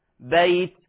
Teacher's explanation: الواو مفتوح ما قبلها وليس مضموم